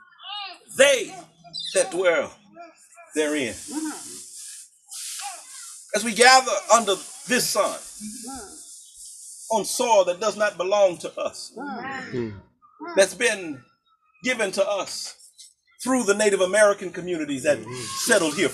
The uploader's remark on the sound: For our worship during Earth Week we joined Valley View Presbyterian Church to celebrate the installation of their solar panels in a large outdoor gathering.